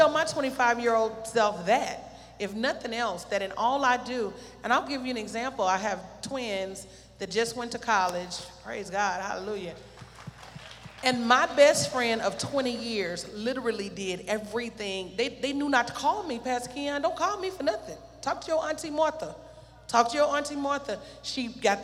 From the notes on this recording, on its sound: This segment was Originally recorded at The Lighthouse Church.